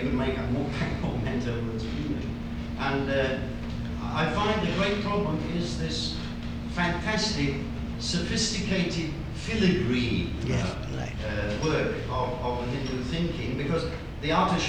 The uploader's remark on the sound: This is the sixth part of the third day of the World Translation Conference.